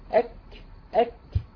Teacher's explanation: يعني انت بتجيب الشد الاول بعدين تجيب الهمس · Term: الشده والهمس